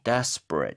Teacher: ate가 동사 빼고는 다 어에 가깝게 발음하는 게 맞죠.